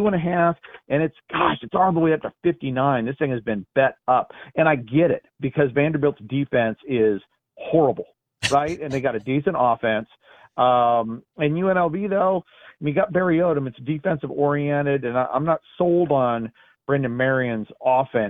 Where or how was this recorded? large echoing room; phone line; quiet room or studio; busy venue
phone line